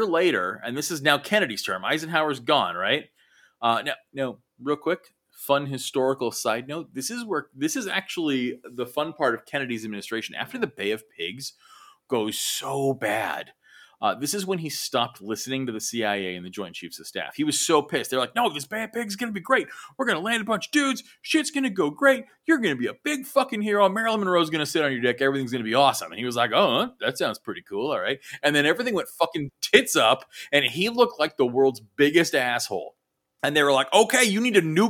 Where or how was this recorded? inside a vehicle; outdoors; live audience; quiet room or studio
quiet room or studio